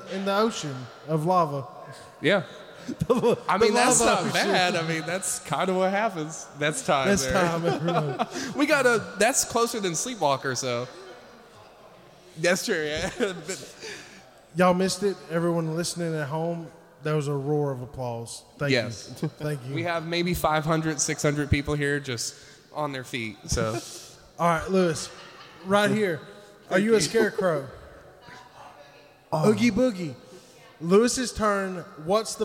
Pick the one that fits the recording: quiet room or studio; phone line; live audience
live audience